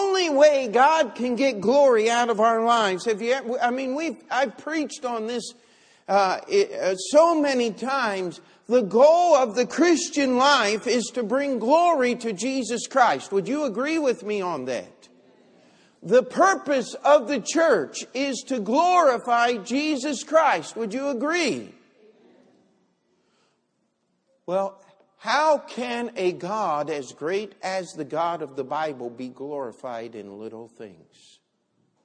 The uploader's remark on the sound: Christmas Sunday Service